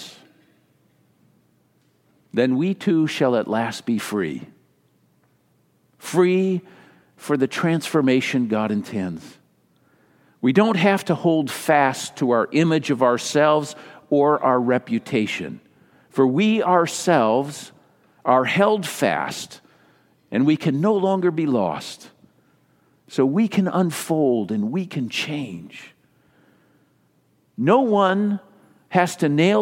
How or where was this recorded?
large echoing room